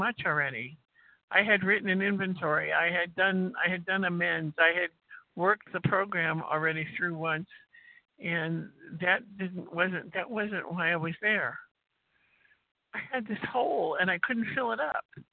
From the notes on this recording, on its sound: qualification from the 100 Pounders Phone Meeting